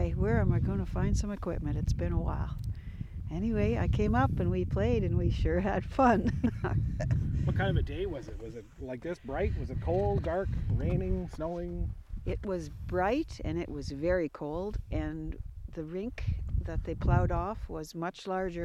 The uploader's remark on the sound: rides in an old half-ton truck